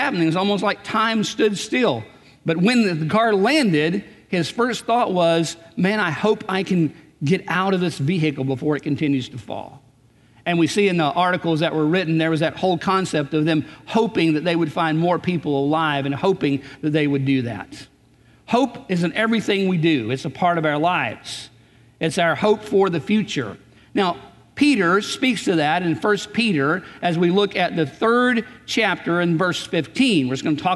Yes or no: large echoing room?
yes